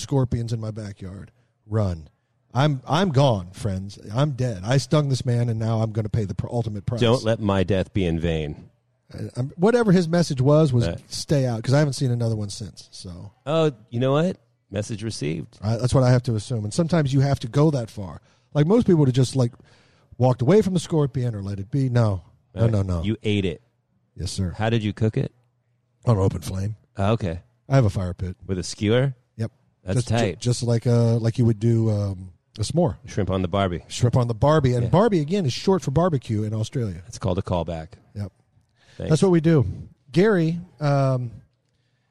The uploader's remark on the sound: live from North Hills Country Club in Westlake Village, California.